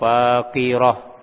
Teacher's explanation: tak marbutoh ini ketika dia wakof dibaca seperti ha, ya, seperti ha.